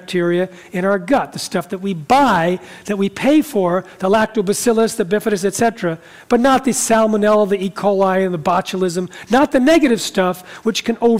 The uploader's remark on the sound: talks in front of a live audience